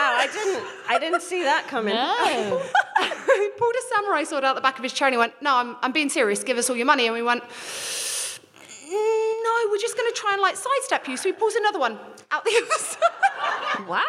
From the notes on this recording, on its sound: We then hear from a member of the audience